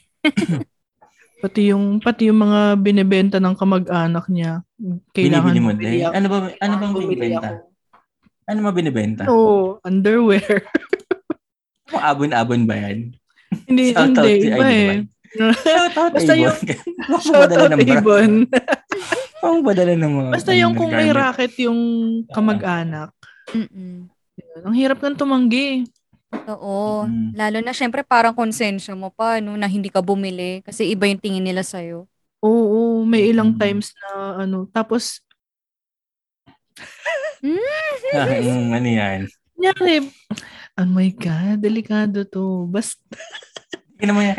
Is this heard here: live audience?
no